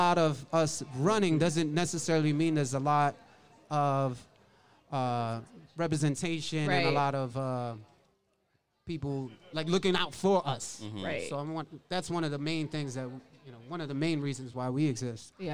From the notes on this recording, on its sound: Recorded this podcast LIVE from The Race Expo 2021 in Atlanta Georgia.